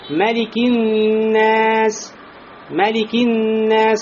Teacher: в суре «Ан-Нас» говорится «Малики-н-Нас», «Малики-н-Нас», уже после «мим алифа» нет. Значит, читается быстро.